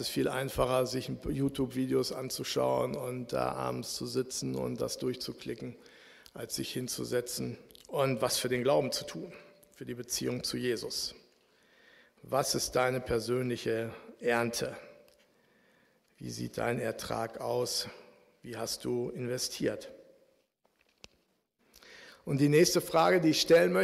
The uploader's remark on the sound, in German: Aufzeichnung der Predigt des Gottesdienstes